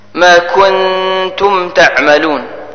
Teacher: النون الساكنة جاء بعدها حرف تاء وإذا جاءت تاء حرف تاء بعد النون الساكنة تخفى بغنة قدر حركتين · Term: إخفاء